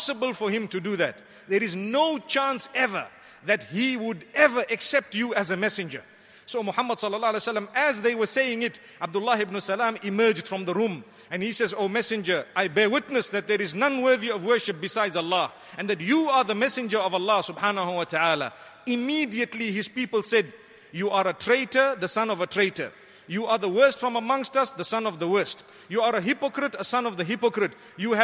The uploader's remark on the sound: Delivered at Tuanku Mizan Zainal Abidin Musjid